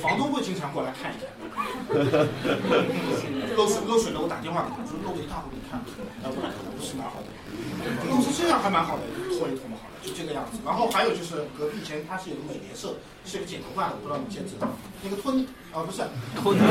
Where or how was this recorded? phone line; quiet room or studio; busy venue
busy venue